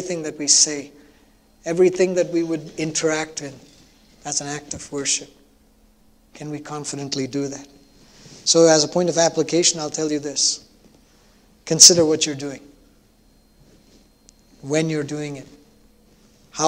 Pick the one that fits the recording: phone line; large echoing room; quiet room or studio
large echoing room